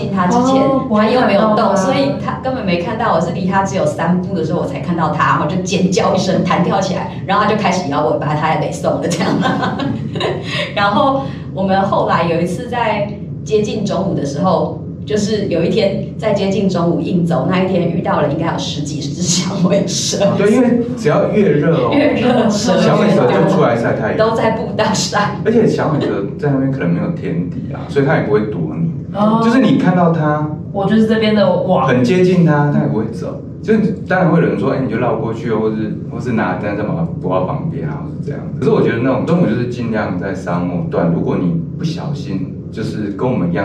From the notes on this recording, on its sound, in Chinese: 收音見諒。小編還跟新設備不熟悉，有些許收音問題，煩請見諒。